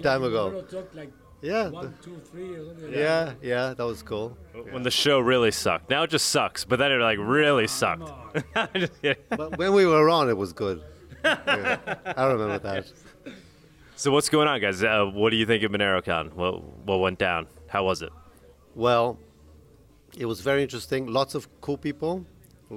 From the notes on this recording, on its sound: LIVE at MoneroKon23. From MoneroKon23 in Paralelni Polis, Prague!